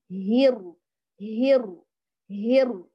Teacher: نعتني بتفخيم الراء، جريان الصوت جزئيا فلا نحصرمها، وأيضا بارتعادة خفية في بنية الحرف